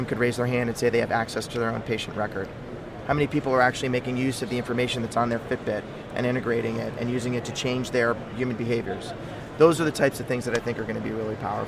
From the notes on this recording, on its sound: LIVE From #HIMSS17